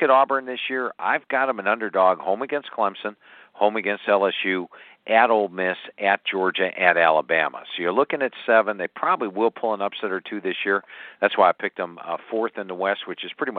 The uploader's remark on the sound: takes calls from listeners